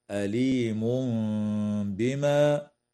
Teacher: ويقلب ميما مع الغنة والإخفاء عند الباء من قوله تعالى: أليم بما